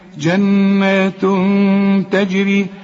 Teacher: تنوين وبعده تاء، والتاء من حروف الإخفاء، عايزين غنة هنا